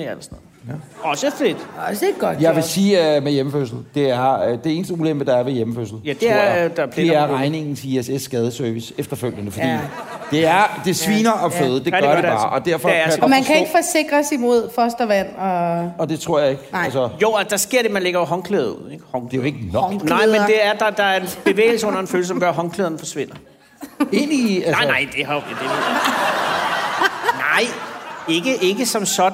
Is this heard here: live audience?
yes